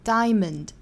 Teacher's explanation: 就是把 schwa sound 给丢了，直接读成 diamond。这种情况也是很多见的，所以我们知道这个小刷音这个音很多时候是可以退位到没有的。